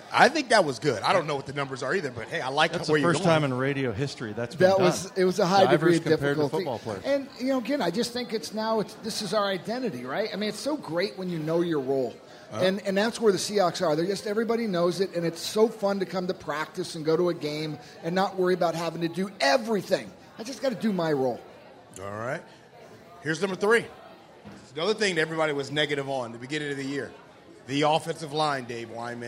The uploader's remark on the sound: sit down live at Pearl Bar and Dining in Bellevue